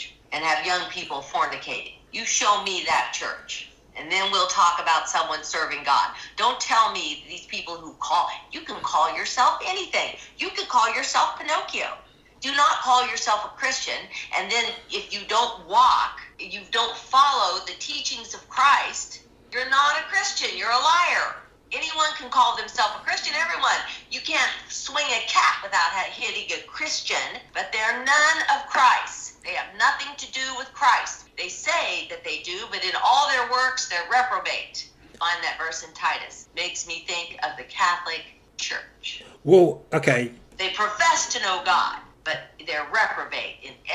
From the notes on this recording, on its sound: Just down the road from where I live here in Kansas. With covid restrictions still in effect. She agreed to a Skype interview. Sounds from Pixabay.